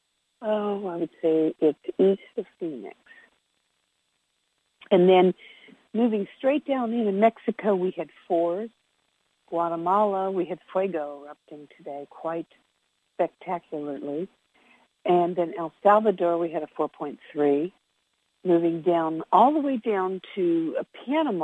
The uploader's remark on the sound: Conference Call LIVE